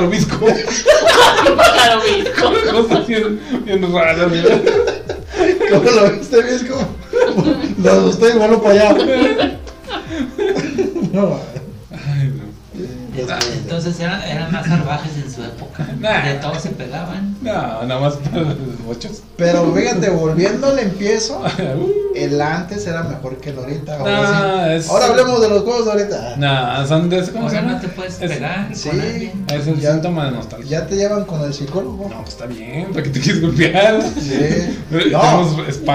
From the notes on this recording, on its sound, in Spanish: En vivo Fallido. Esperamos mejorar el audio.